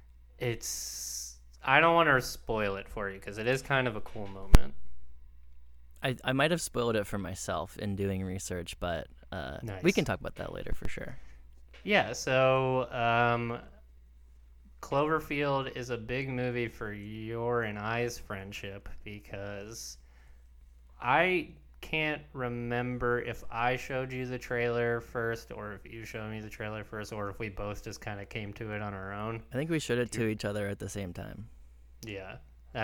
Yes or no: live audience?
no